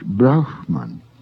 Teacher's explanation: Brahman needs special clarification in that it should be distinguished from Brahma. Notice the aspirate preceding the M, not Brahm, but Brahman.